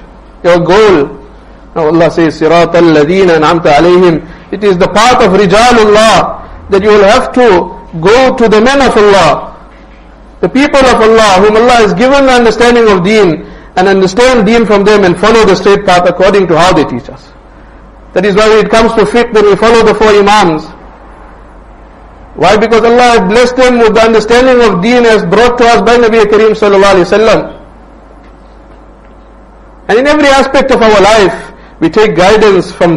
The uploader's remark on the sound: Jumuah lecture at Rockford Musalla